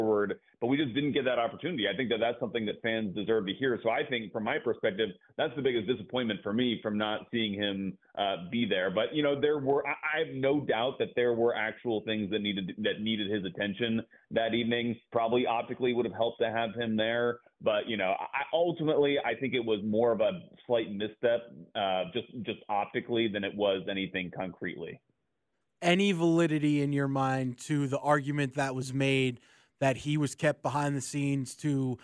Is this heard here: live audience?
no